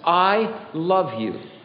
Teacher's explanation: There is in the sentence a long O, a short, uh, the long I, short O, the liquid consonant L, the voiced fricative V, the silent E, the palative semivowel Y, and the diphthong U.